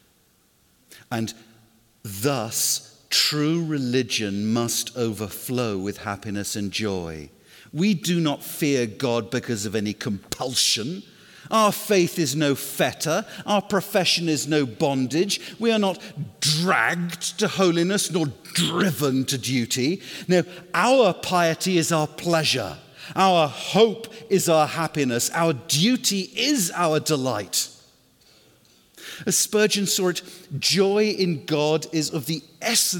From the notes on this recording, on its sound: was given at Bethlehem Baptist Conference 2018